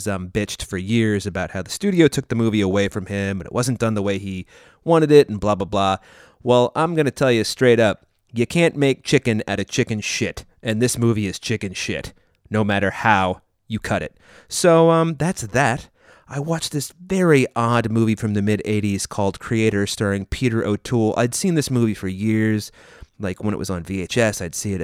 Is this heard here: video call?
no